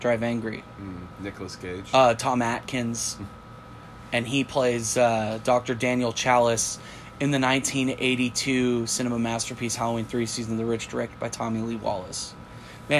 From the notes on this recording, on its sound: Sorry in advance for the AC unit in the background, we live in the south and it’s hot.